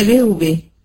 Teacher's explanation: هنا في ادغام مثلين صغير لكن بدون غنة